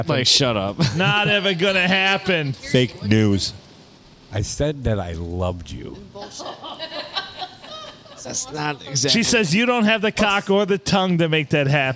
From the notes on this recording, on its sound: Recorded at the good old STD, Silver Tavern, Deckerville. A big portion of the crew attended this episode as we have all 5 mics and the hot line going.